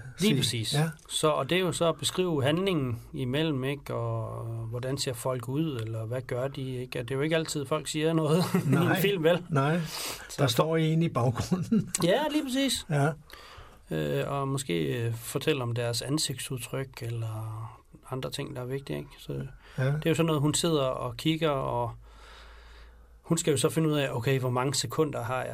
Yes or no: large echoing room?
no